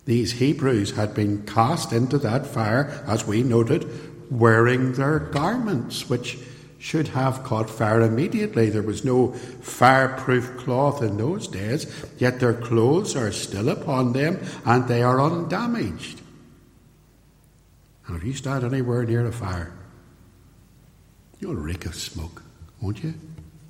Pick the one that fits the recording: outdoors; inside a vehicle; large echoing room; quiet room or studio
large echoing room